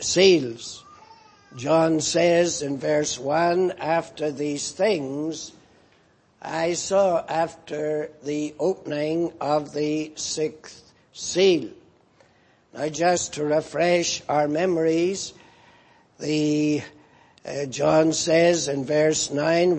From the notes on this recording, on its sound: Preached in Grafton. At the Lord's Day Morning service on 1st July, 2018.